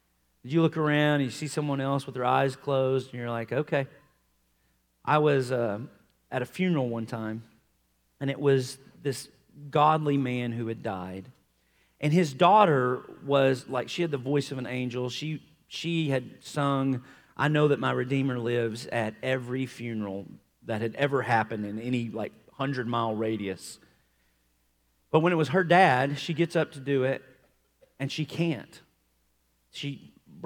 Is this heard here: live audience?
yes